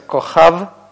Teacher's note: у нас долгий камец сокращается до патаха. Получается кохав, значит, короткий гласный а.